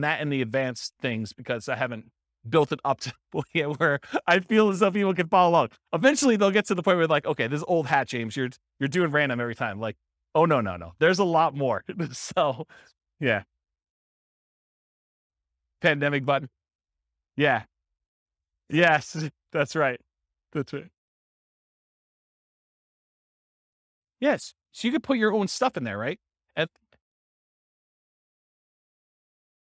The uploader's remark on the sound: This was a live class recorded